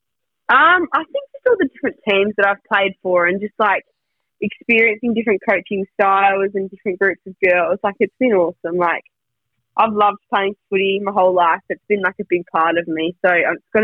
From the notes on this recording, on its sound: joins over the phone